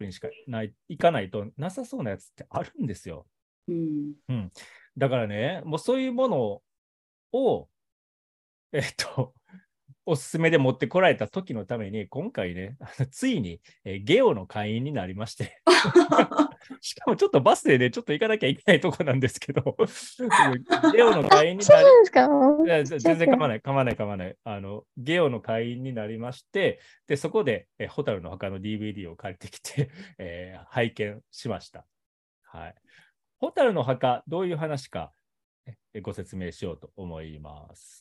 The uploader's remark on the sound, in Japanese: リモートで収録したため音声に若干の乱れがあります。すみません。